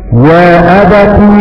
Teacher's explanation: فيه قرأ أبو جعفر يا أبت بفتح التاء عوضا عن الألف. وقرأ باقي القراء يا أبت بكسر التاء عوضا عن ياء الإضافة